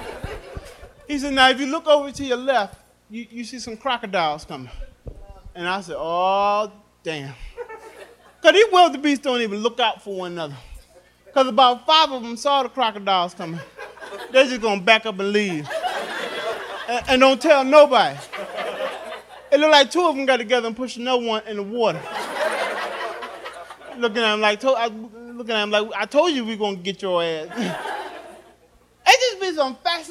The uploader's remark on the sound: Live at The Laff House.